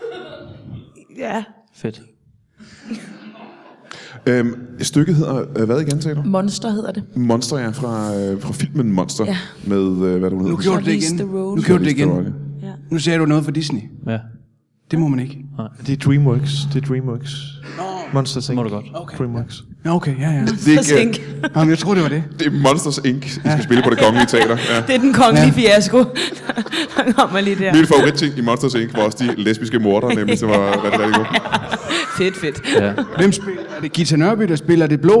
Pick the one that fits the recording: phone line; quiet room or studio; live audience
live audience